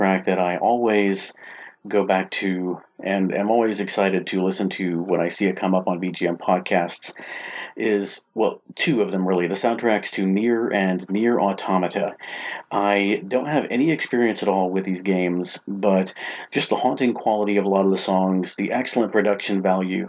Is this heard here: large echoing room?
no